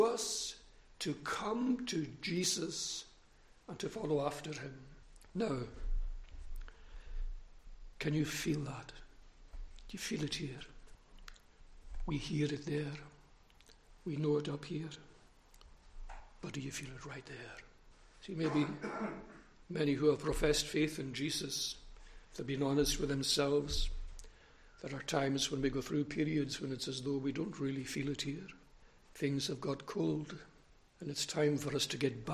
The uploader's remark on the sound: recorded at North Harris Free Church on Sunday Morning 5th September 2021